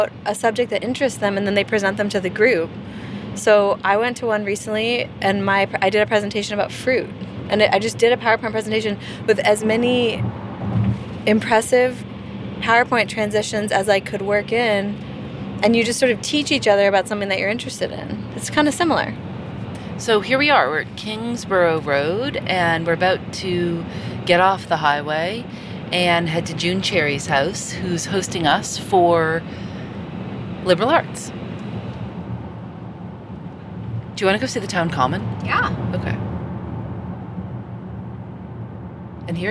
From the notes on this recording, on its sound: Hit record on the drive to visit a 100-year-old Liberal Arts Club in Tarboro, North Carolina.